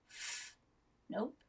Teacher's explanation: So f doesn't have a voice box, or the voice box isn't on.